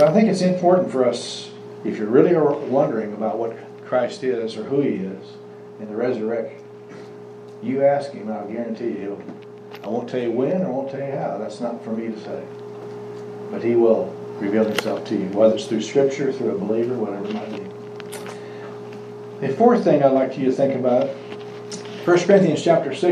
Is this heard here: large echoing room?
yes